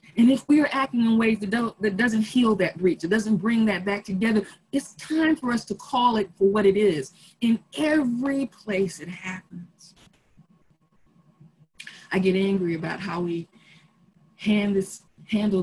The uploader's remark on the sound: Our Zoom streamed service